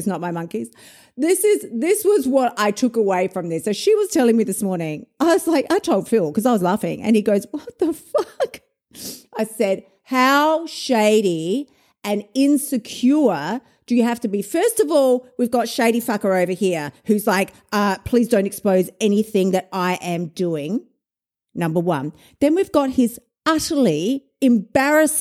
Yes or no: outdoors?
no